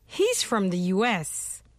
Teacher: Contraction du verbe conjugué « is », vous n'entendrez que le « s ».